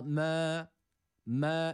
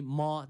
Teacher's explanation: E-A arası bir ses veriyoruz ve sadece bir elif miktarı uzatıyoruz. · Shown in: first take · Fazlasını uzatmıyoruz.